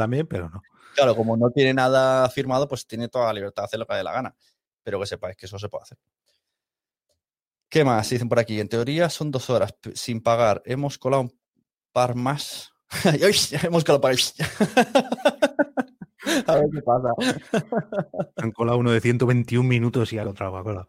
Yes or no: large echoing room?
no